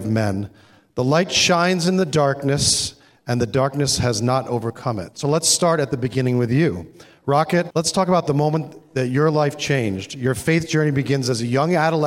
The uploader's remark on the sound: On this very special episode, you'll get to hear the keynote speaker from the FCA Bowl Breakfast.